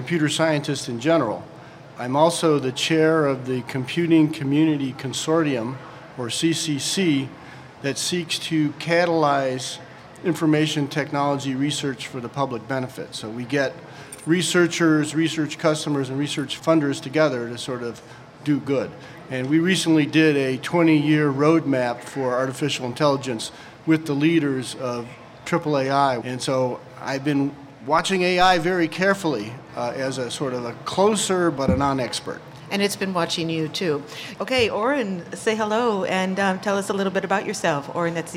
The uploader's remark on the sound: Recorded before a live audience at the Seattle meeting of the American Association for the Advancement of Science.